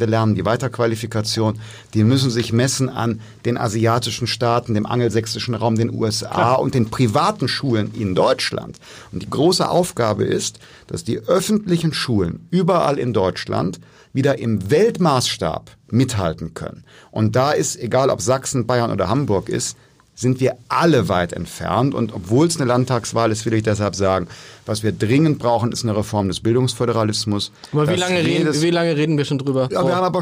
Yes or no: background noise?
no